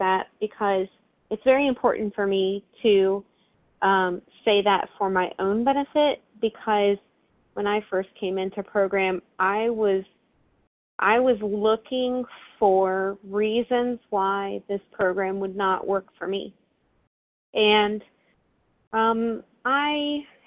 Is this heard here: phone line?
yes